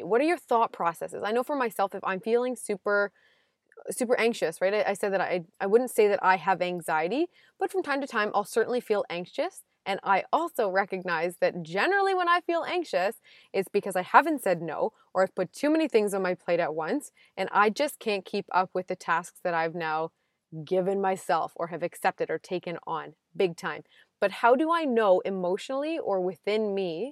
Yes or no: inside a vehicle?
yes